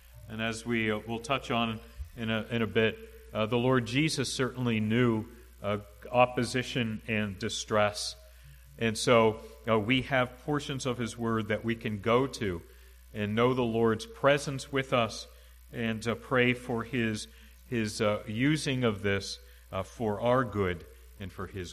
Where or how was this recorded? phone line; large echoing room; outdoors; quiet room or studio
large echoing room